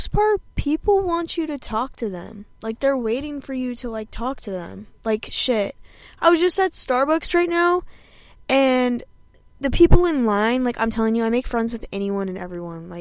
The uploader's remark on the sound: i sit in my car, drink my coffee